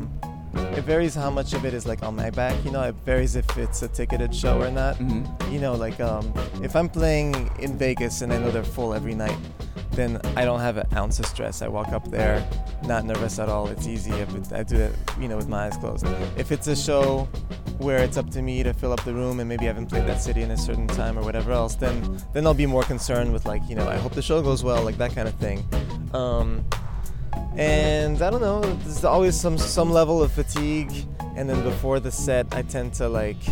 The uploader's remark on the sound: This interview was conducted in the alley behind the 930 Club, located in Washington, D.C.